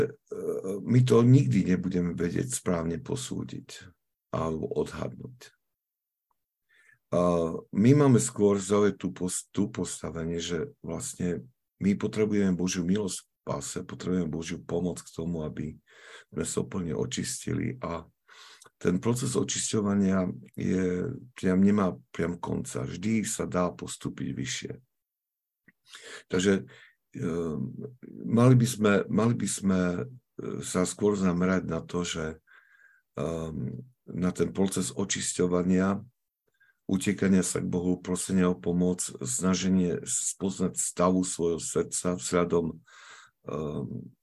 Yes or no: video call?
yes